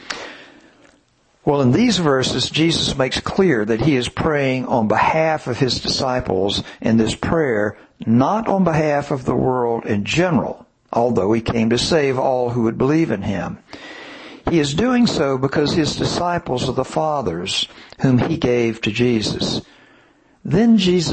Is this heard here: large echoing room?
yes